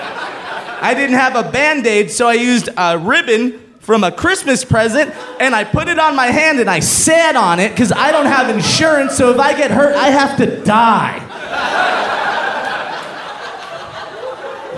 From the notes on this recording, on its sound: Live From San Francisco!